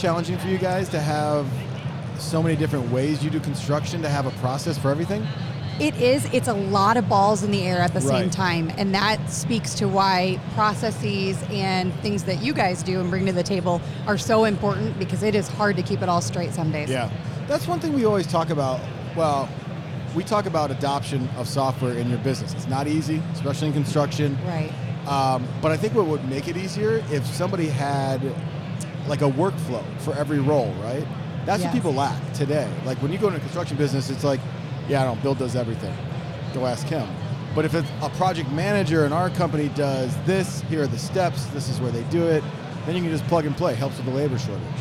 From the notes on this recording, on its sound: we are LIVE from Las Vegas at the International Builders’ Show!